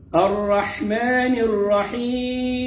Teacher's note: الراء هنا مفخمة والحاء من مخرجها